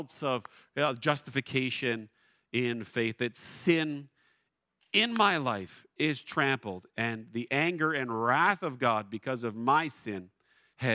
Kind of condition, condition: setting, large echoing room